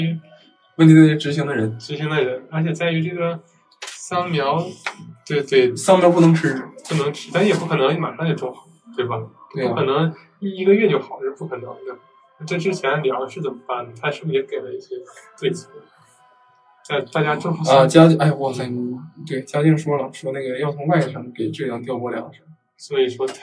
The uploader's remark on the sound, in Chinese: 另外，这是我们第一次在现场录制节目，周边环境静音可能不够理想，所以后期降噪有些用力过猛，大家敬请谅解